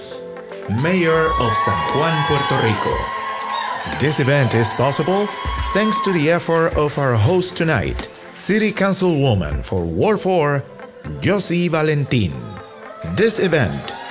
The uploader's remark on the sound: Visited Holyoke during the celebration of Holyoke Innovation Week, and offered a public session of questions and answers with the community at Gateway City Arts. This is the recording of the event.